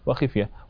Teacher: يقرأ شعبة هذه الكلمة وخفية بكسر الخاء